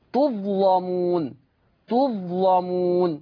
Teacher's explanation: كلمة تظلمون، تظلمون، اللام مفتوحة ومسبوقة بالظاء ساكنة · Term: تغليظ اللام